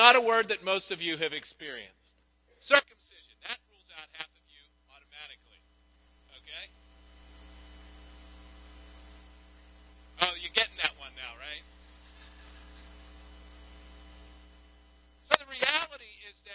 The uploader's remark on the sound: some audio problems